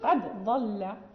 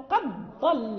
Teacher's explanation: هنا تضغم لورش، ما نقولوش قد ضل نقول قد ضل، يعني الدال لا يبقى له أثر وننطق بضاد مشددة · Shown in: second take